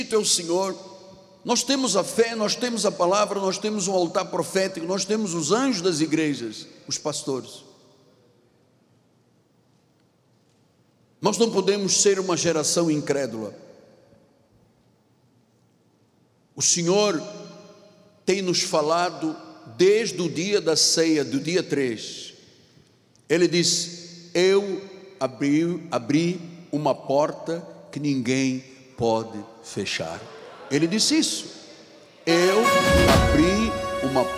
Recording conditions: large echoing room